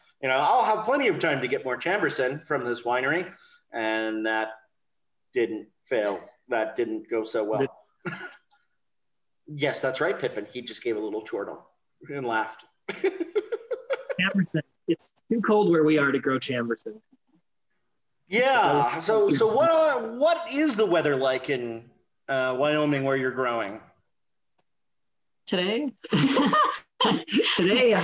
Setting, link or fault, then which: link, video call